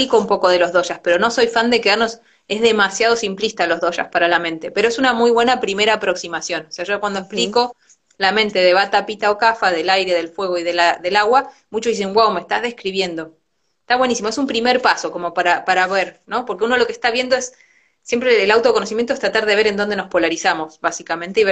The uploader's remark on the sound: Instagram live